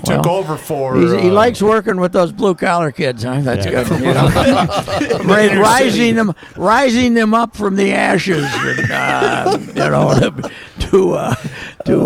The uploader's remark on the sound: live from the ballpark in the Fort.